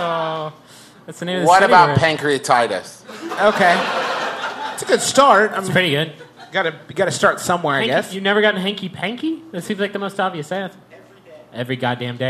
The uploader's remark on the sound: It's the second part of our recent live show double header in Austin, Texas.